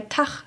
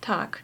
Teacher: das als ch ausgesprochene g, wie etwa bei Tach statt Tag · Shown in: first take